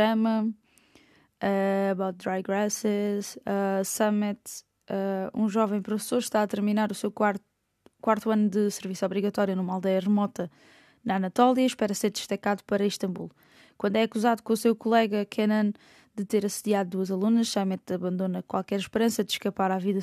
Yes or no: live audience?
no